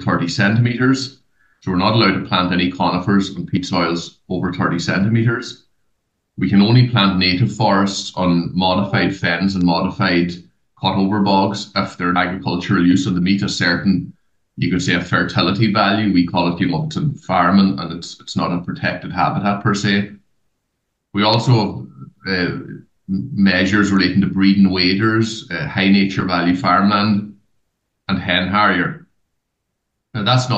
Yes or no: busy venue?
no